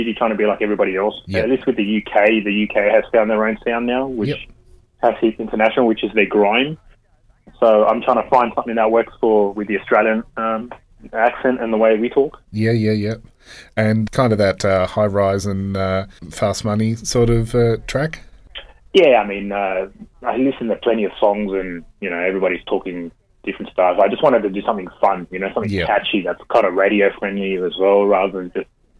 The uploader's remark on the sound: phones in to chat